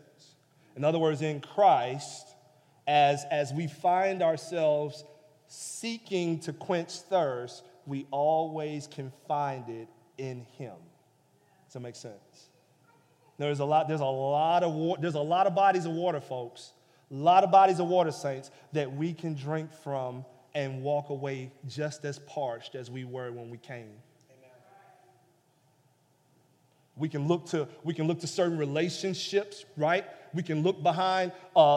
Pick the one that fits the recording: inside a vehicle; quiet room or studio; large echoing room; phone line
large echoing room